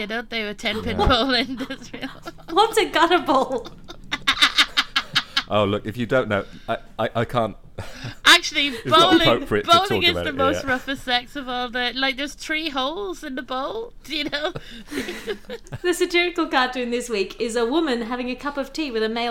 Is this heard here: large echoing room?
no